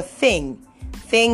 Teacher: for thing has the dental fricative th, which is the voiceless one